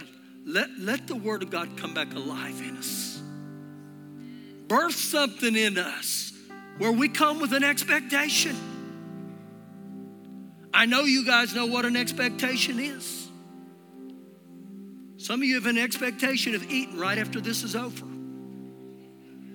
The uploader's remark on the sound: Recorded live during our Sunday morning service